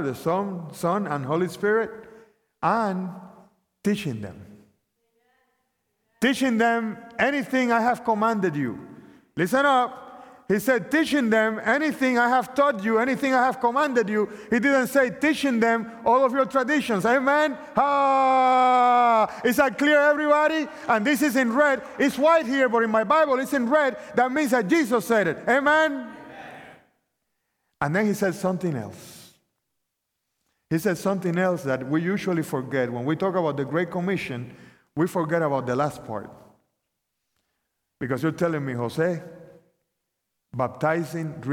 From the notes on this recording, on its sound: opening presentation of the 2023 Propel Conference